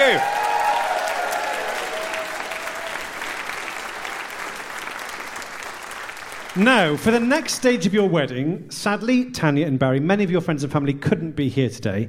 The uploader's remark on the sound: We provide a live version of the podcast at the same time as performing the ancient vows of holy matrimony.